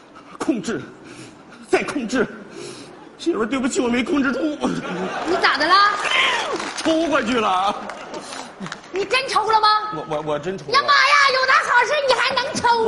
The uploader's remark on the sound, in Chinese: 還有聽故事的觀眾